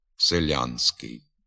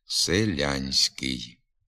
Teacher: у надністрянських говорах не пом'якшується і звук «с» у суфіксі «ськ» · Shown in: first take · А отже, послідовно твердо вимовляється і звук «н» перед твердим «с».